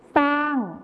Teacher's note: ในภาษาไทยมาตรฐานเราก็จะใช้คำว่าช้างที่ใช้ชอช้างนั่นเองนะครับส่วนในภาษาถิ่นอีสานจะใช้เป็นซอโซ่นั่นเองครับ